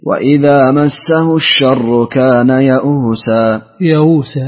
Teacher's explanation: ثم حمزة أيضا له وجهان، الوجه الأول تسهيل بين بين